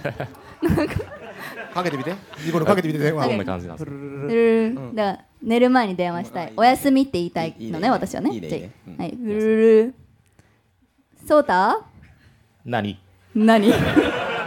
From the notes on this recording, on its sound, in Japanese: 東京アナウンス学院から公開収録（２週目）。